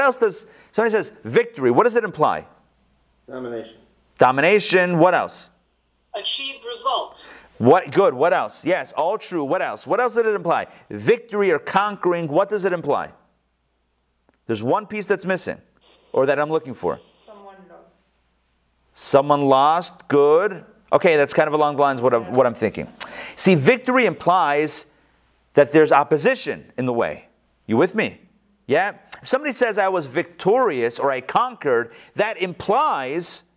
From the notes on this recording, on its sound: Recorded live in Atlanta on November 15, 2020